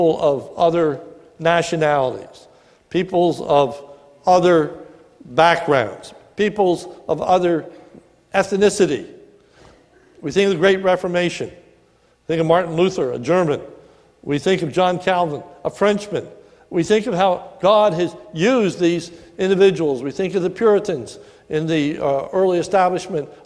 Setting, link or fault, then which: setting, large echoing room